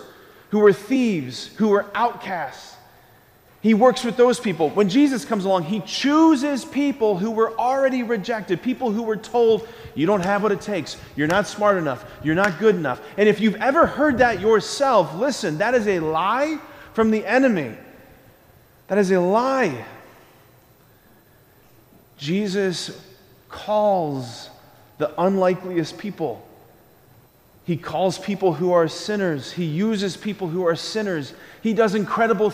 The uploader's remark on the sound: School Mass. Preached this homily on September 21, 2023 at Sacred Heart of Jesus Catholic Church in Wadsworth, OH.